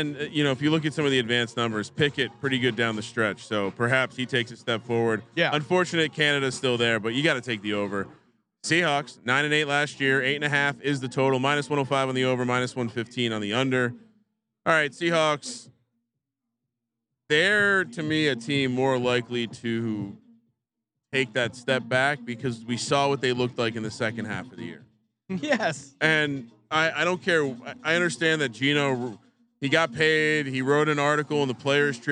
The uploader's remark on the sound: live from Circa Stadium Swim